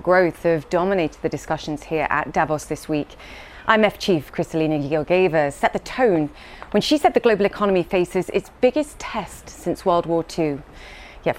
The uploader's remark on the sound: Live from the World Economic Forum